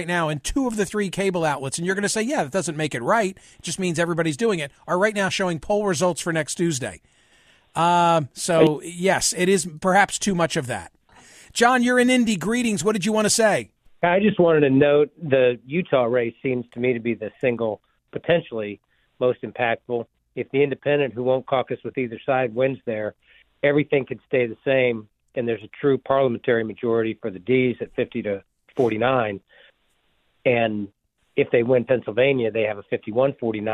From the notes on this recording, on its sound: Listeners of the program also call in to provide their own thoughts on the current election cycle.